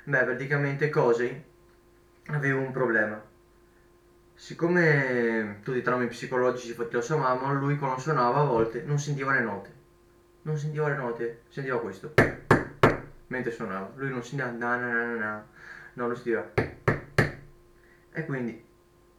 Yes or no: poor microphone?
yes